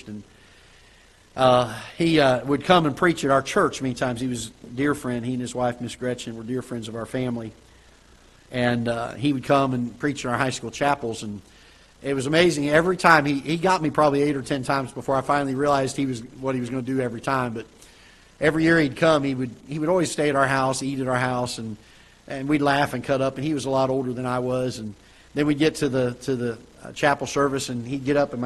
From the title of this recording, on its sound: Ketha Heights Baptist Church ~ Live Broadcast